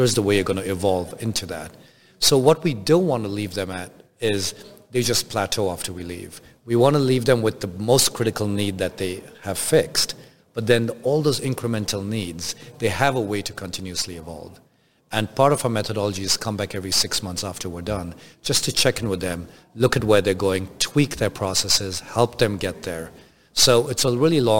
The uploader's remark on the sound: Industrial Talk is onsite at Hexagon LIVE